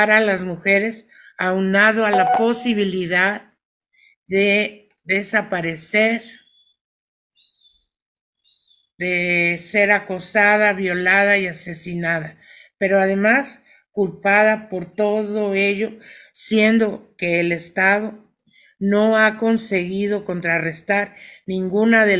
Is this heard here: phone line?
no